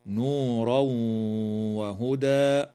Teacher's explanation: ويدغم التنوين في الواو مع الغنة في قوله تعالى نورا وهدى